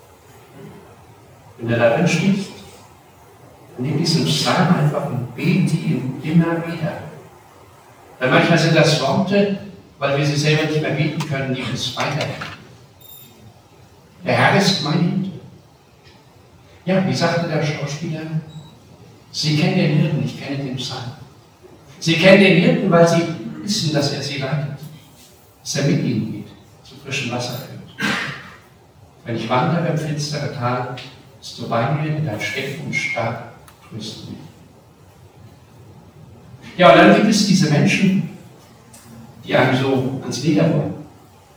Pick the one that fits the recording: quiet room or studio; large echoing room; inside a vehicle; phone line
large echoing room